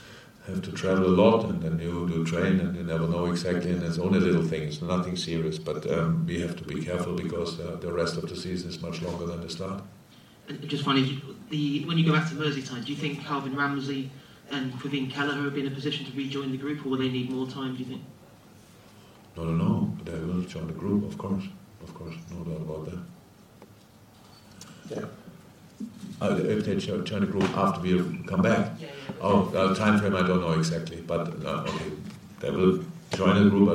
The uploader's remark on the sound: Post-Match Press Conference. Spoke to the media at his press conference after Liverpool beat Crystal Palace 2-0 in Singapore.